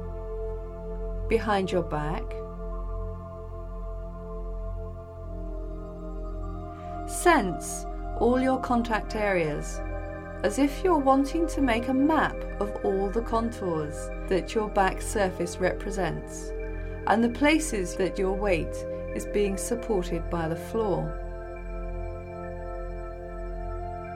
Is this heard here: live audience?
no